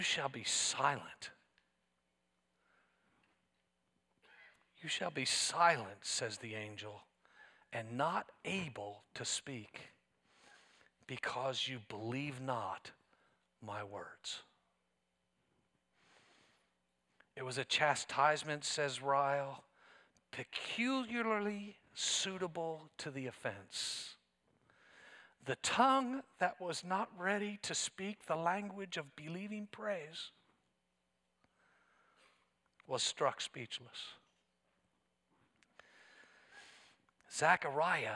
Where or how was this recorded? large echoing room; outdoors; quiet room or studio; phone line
large echoing room